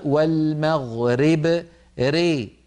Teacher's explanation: من جملة ذلك في الآية الأولى لما قرأنا قبل المشرق والمغرب، هذه لما نقف عليها كثير من إخواننا لما يقفون يقولون والمغرب ري، فبدلا من أن يكسروا الراء كسرا كاملا ينطقونها راء ممالة ري والمغرب، هذا لا يصح، علينا أن نقول والمغرب ريب بكسر الراء كسرا كاملا.